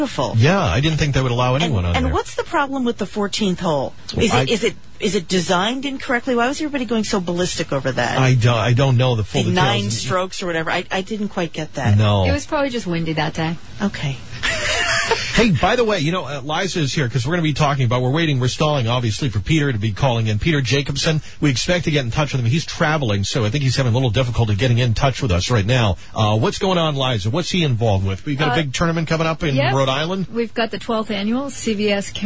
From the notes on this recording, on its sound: A live call in interview. Failed to call into the station!!!